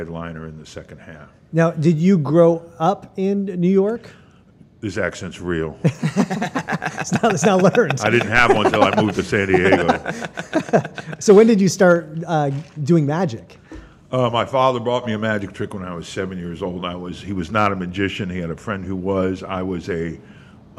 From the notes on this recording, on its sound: The Moisture Festival Podcast records on location at Hale’s Ales